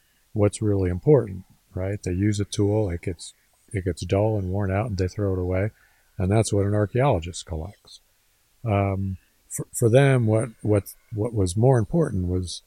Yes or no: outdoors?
yes